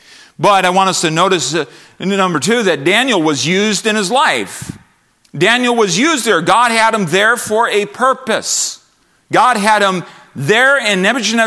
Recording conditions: large echoing room